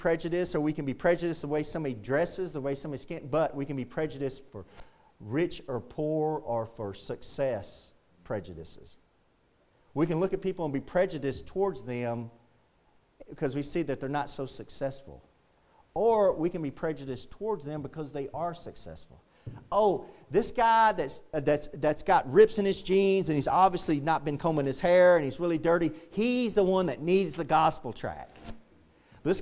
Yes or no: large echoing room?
yes